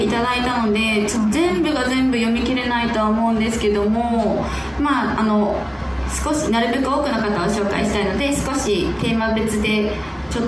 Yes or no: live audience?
yes